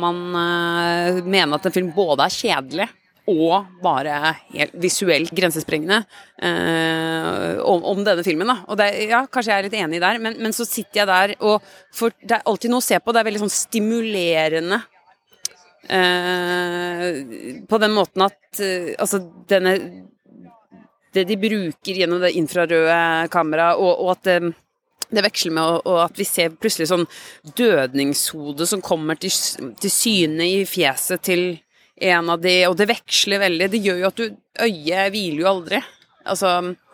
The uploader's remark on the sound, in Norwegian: I det provisoriske studioet i en casino-hage på filmfestivalen i Venezia